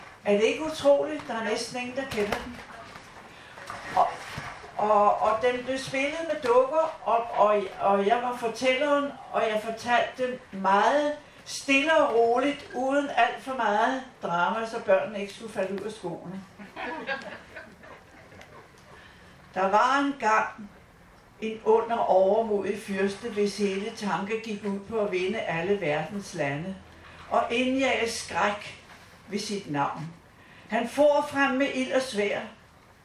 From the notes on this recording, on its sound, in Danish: live-optagelsen fra festivalåbningen